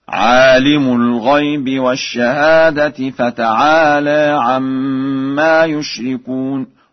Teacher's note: قرأ ورش: عالم الغيب برفع الميم